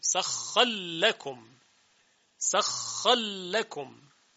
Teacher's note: در سخر حرف را مفتوحه، بعدش هم لام هست، ما قبلش هم که ساکن نیست، پس میشه ادغام کنیم